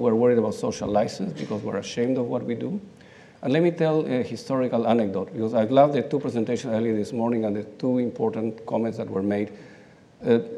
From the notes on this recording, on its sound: This episode features a round-table discussion on clean mining recorded live at The Northern Miner's Progressive Mine Forum held at the MaRS Discovery District in Toronto in October 2018.